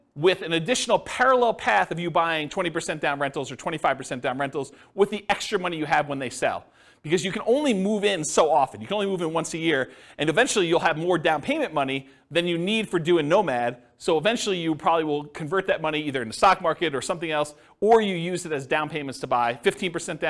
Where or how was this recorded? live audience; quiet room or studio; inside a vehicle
live audience